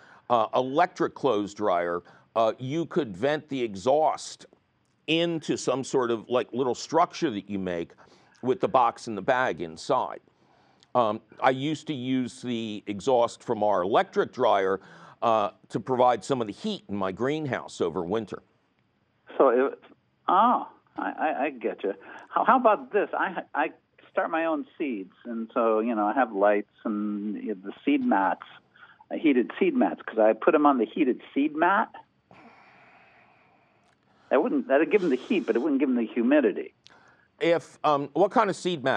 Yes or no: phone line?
yes